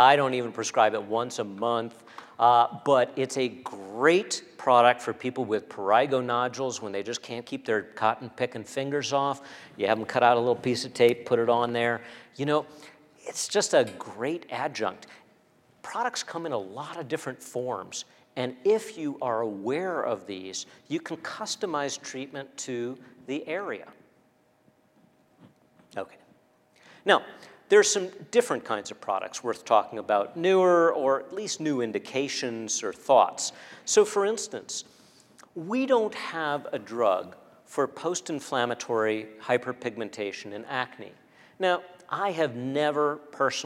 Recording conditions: large echoing room